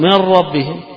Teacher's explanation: من ربهم إدغام كامل هنا بغير غنة